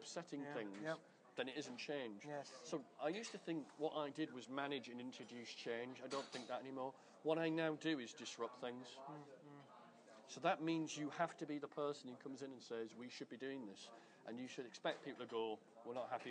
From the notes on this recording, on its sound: recorded at the Melbourne VMUG